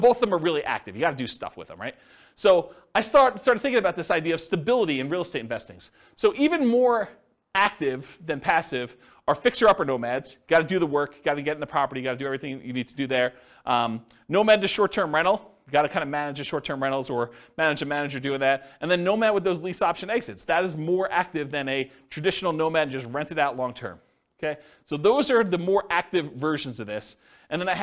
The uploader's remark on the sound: This was a live class recorded